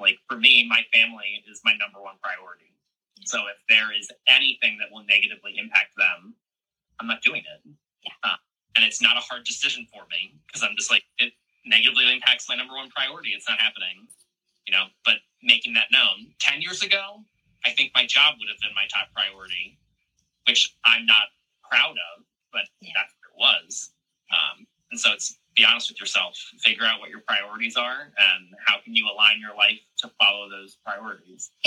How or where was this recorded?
video call